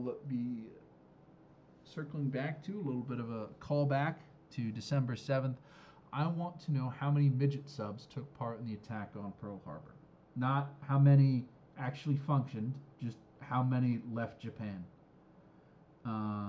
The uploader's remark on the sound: the audio for this week is scuffed, during our test recording session, OBS used my default mic, and when I started recording for real, for some reason not known to man it swapped to my webcam, sorry about that.